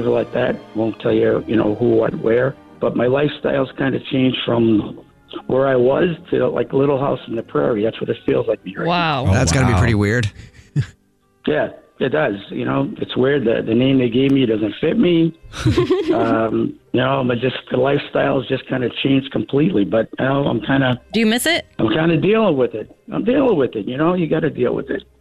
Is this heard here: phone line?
yes